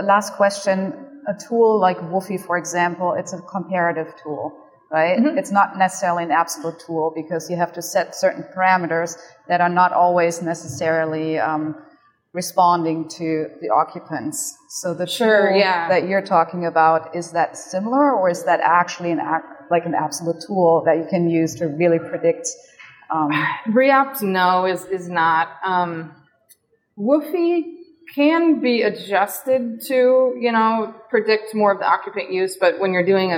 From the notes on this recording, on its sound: In this special bonus episode recorded at the PhiusCon 2023. The Passive House Podcast at the Passive House Network Conference.